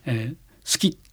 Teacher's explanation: 好きという場合はですね SU、から K の方に移ってきますね、好き、すが消えます · Term: 母音無声化